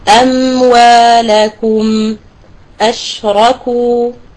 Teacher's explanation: يكون زمن حرف الميم الساكنة أكثر منه من اللام المفتوح أكثر منه من الكاف المضمومة